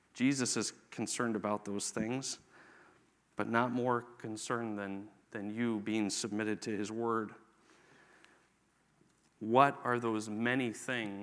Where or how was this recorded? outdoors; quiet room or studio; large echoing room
large echoing room